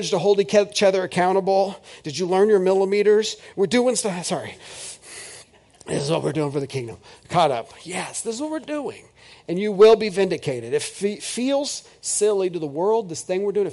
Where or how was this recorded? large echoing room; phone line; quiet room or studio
large echoing room